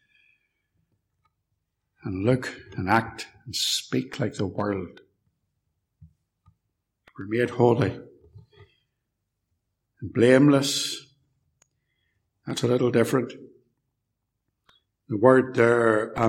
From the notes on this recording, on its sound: This sermon was preached at Ballymacashon, and Templepatrick Reformed Church, where this recording was made